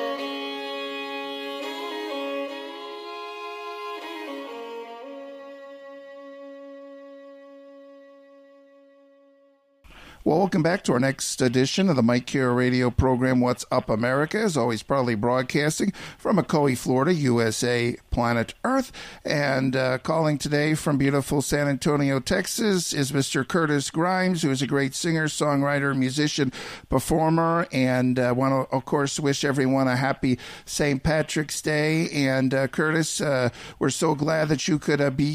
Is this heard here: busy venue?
no